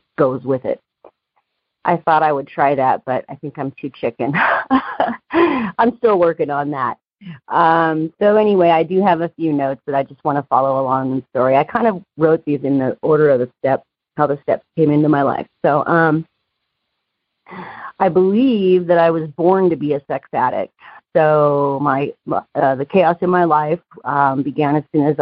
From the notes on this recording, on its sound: Noon Phone Speaker Meeting.